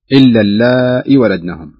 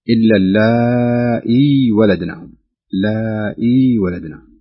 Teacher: الأخوة يخطف الياء فيقول إلا اللائي ولدناهم، تصير كأنها همزة مكسورة، والصحيح أن يعطي الياء مقدار حركتين من الطبيعي · Shown in: second take